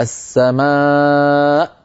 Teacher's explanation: حرف المد هذا السماء جاء بعده حرف ساكن وهو الهمزة، فإن هذا مد عارض للسكون